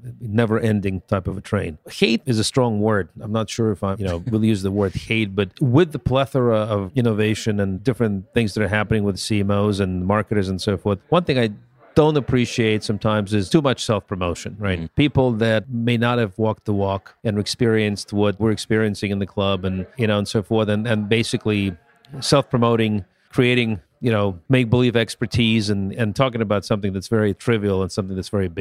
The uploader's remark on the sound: Marketing Today at The CMO Club’s 2018 Spring Innovation & Inspiration Summit